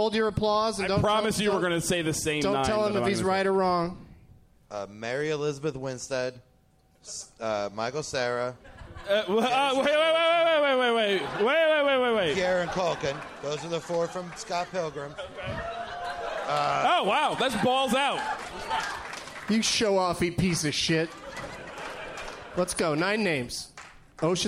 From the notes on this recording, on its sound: Live from Hyena's in Dallas